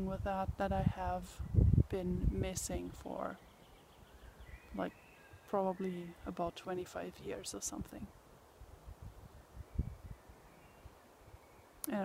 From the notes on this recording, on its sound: I promise I will take care of the wind noise problem though.